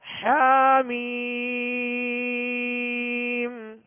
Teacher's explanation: حا کو وسط حلق سے ادا کریں گے، درمیانے حلق سے، اور میم پر مد لازم ہے.